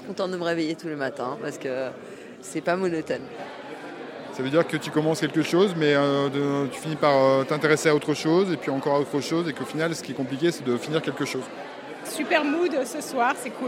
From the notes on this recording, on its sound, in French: Nous débutons notre série par une balade sonore enregistrée lors du vernissage de l'exposition Mets la face B au Studio Zorse, qui mettait en lumière 11 artistes multipotentiels.